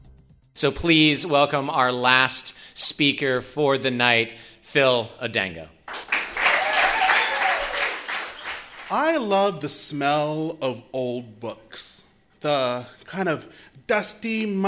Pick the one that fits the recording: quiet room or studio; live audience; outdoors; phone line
live audience